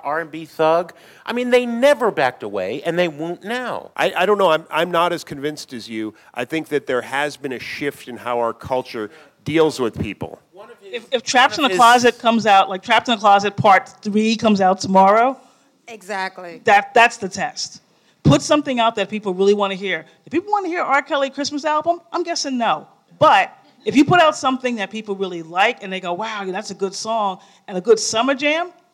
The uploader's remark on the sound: Bonus Live Episode. A special live episode.